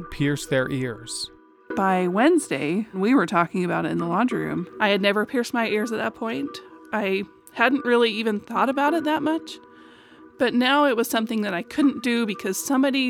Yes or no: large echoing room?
no